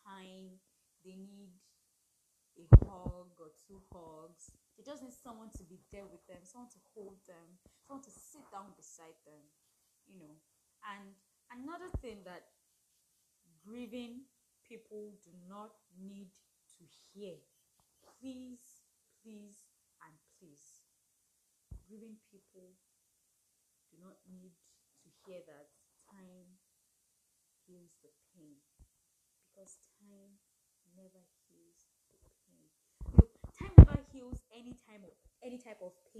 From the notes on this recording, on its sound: background noise and I couldn't bring myself to record again.